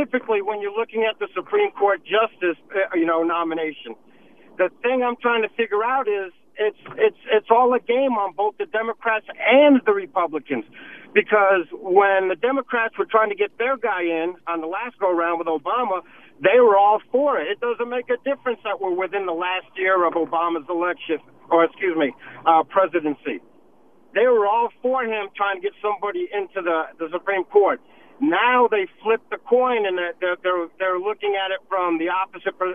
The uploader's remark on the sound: We got lots of phone calls today!